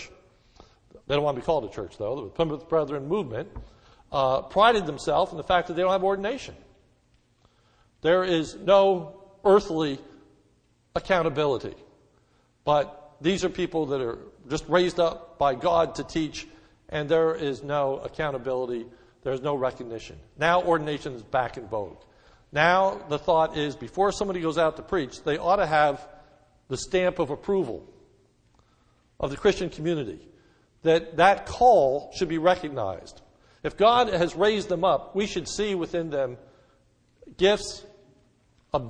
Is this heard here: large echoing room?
yes